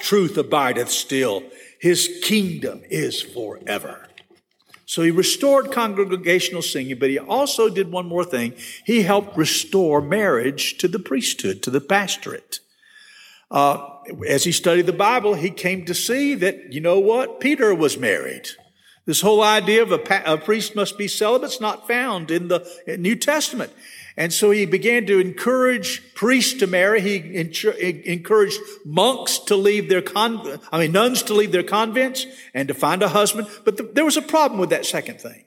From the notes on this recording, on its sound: This session was recorded at First Baptist Church Hendersonville, NC on March 23, 2022.